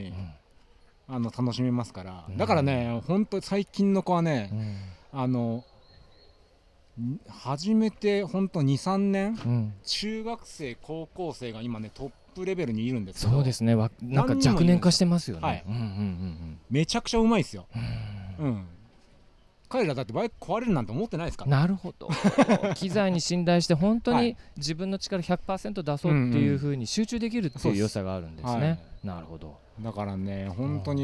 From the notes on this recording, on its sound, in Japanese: シマノバイカーズフェスティバル2023 ブース突撃訪問前編。収録地： 長野県諏訪郡富士見町 「富士見パノラマリゾート」。収録機材： ZOOM F3 (レコーダー)、AKG D5, C3000B（マイク）。